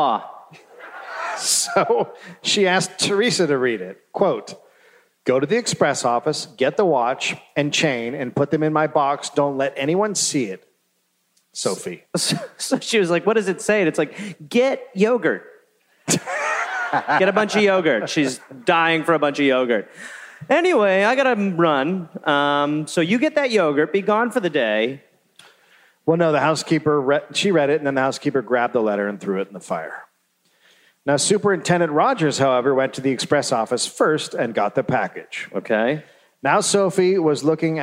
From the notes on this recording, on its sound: live in Detroit